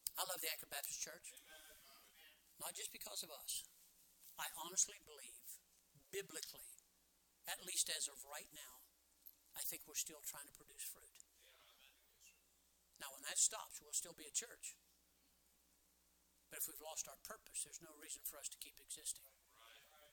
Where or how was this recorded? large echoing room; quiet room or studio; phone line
large echoing room